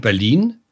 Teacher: Und Berlin, wenn du das achtest, betonen wir hinten.